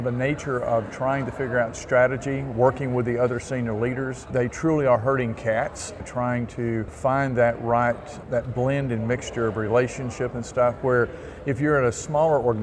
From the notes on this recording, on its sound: Interview in Action live from CHIME